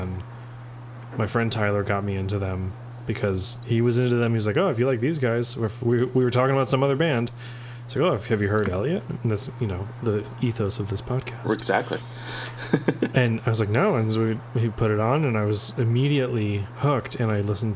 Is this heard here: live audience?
no